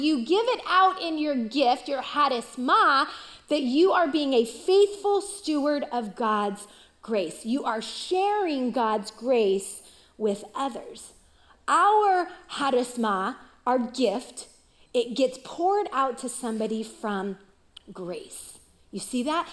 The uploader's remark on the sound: Recorded live at CrossWinds Church on May 7, 2023.